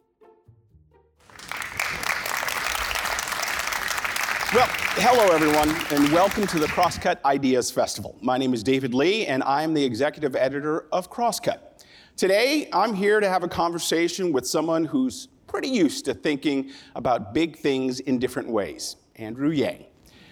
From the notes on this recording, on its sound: We listen in on a conversation with the entrepreneur-turned-politician. Conversation from the Crosscut Ideas Festival.